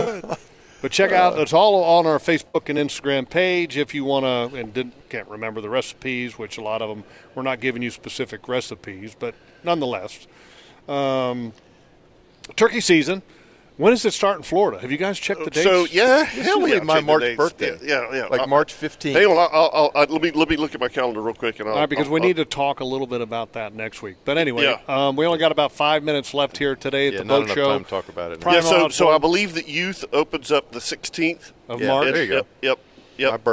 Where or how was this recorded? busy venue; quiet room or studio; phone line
busy venue